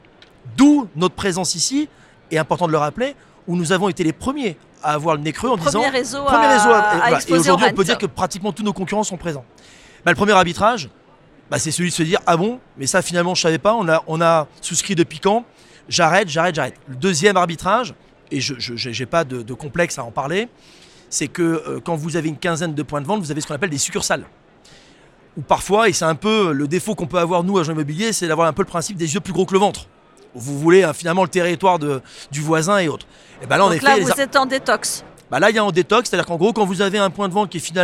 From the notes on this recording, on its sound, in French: Cet épisolde a été enregistré en live du RENT.